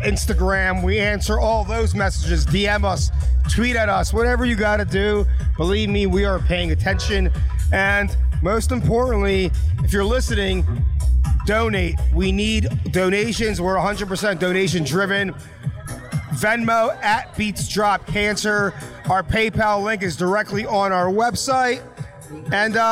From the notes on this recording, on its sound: Live at the Beats Drop Cancer charity event in San Francisco. All of the attendants interviewed.